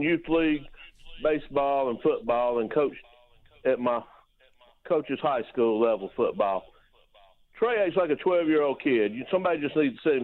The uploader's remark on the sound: talks to the callers